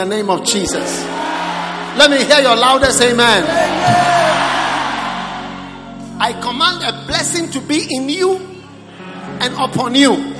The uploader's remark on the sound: Preached at the Prophetic Encounter Service.